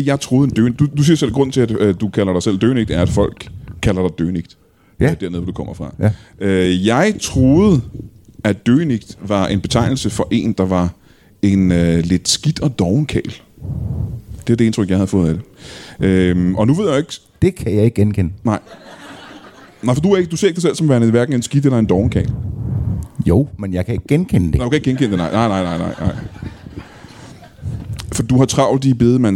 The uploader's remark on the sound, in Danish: LIVE fra Ramsømagle. Optaget foran et fremragende publikum i Ramsømagle Forsamlingshus.